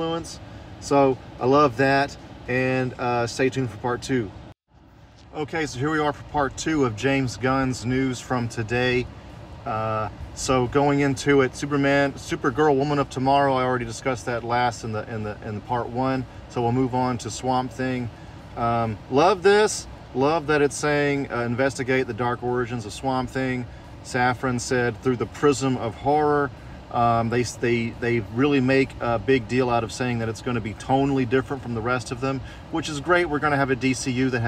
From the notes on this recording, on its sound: Recorded on our phones! Not our usual audio quality.